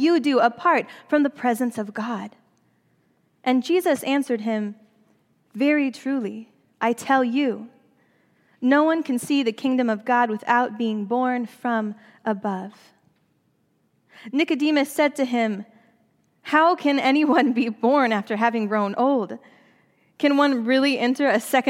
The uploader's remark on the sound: during the Traditional Worship service